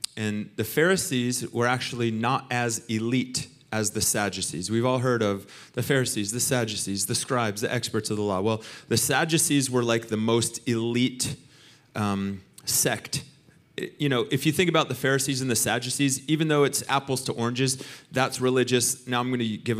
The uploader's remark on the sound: Recorded sunday evening service at Reunion Hawaii